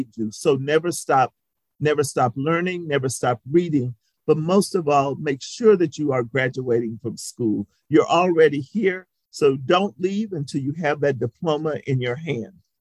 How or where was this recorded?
video call